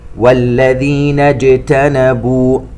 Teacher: ننتبه إلى الجيم، لا نعطشها ونقرأ اجتنبوا ولا نجعلها شينا